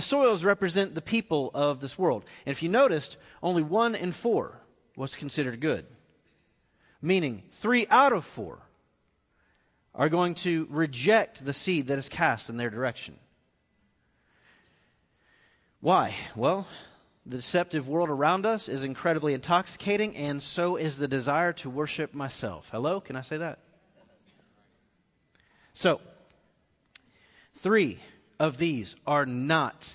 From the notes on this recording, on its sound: Recorded live at The Fellowship at Two Rivers